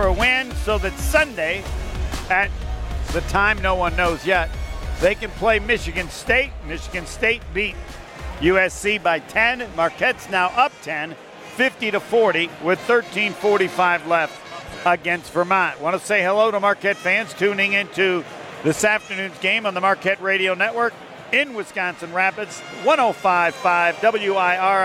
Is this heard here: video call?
no